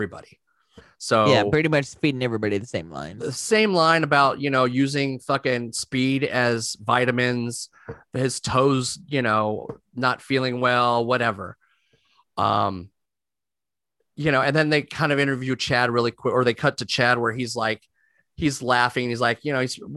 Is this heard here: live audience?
no